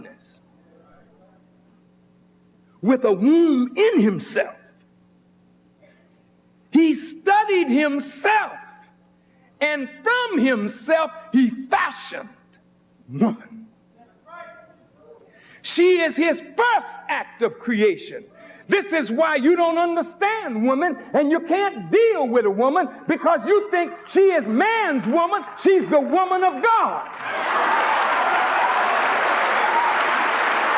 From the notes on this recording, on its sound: At the Nation of Islam's Saviours' Day 1991 Keynote Address at Christ Universal Temple, Chicago, IL.